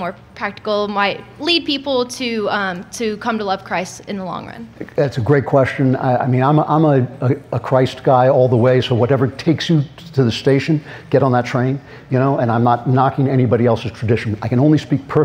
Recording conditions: live audience